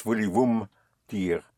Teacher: Usually, in the spoken language, those little words like me and ne and so on are just touched lightly, just so like the consonant.